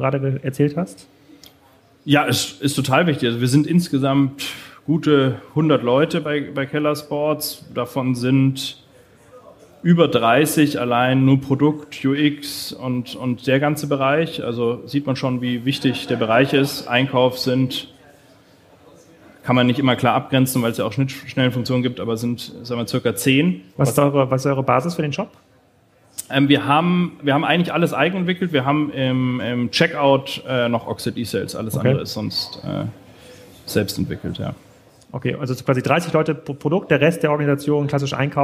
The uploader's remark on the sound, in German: Live Podcast aus Zürich.